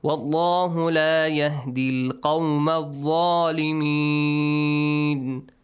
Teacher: since we have a fatha before the word Allah on the top of waw, so you read it with a heavy sound